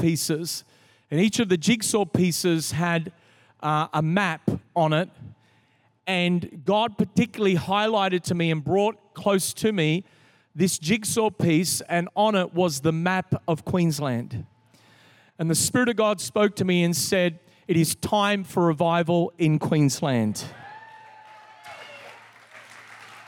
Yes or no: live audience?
yes